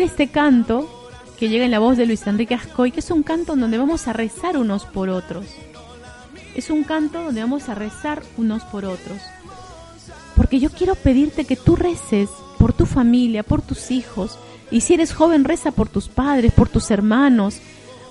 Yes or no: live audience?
yes